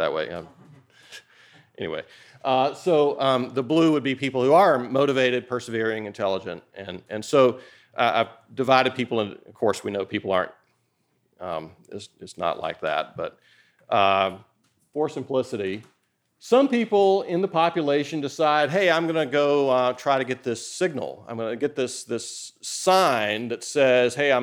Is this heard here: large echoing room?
yes